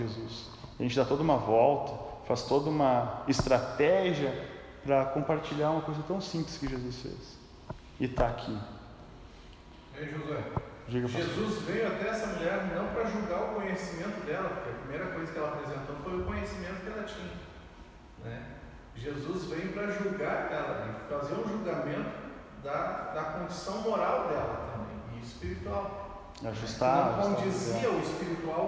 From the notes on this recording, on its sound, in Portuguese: Áudio não editado extraído do Imersão presencial do dia 09/11/2021